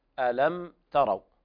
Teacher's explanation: إسكان الميم، تسكين الميم وعدم الغنة فيها، ألم تروا، والتاء لمجاورتها حرف الراء المفخم لا بد من بيان الترقيق، ألم تاء وانفتاح الفك بهذه الطريقة، ألم تاء تروا كيف خلق الله.